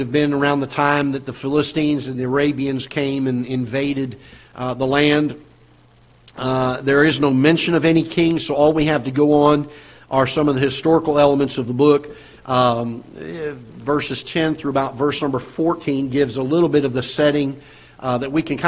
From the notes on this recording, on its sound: Ketha Heights Baptist Church ~ Live Broadcast.